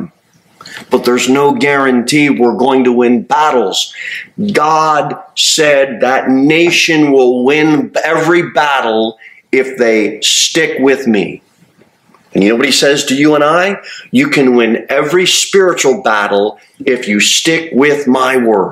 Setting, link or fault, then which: setting, large echoing room